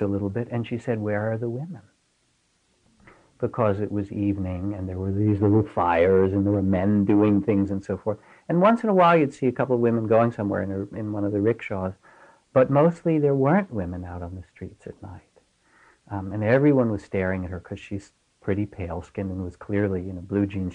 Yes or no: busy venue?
no